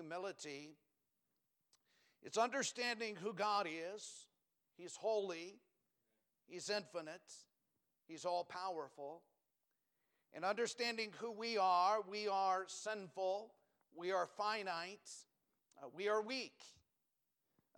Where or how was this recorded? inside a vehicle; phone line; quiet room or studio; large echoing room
large echoing room